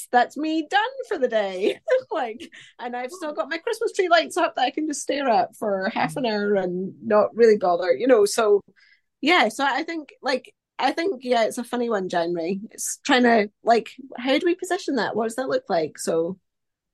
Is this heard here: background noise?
no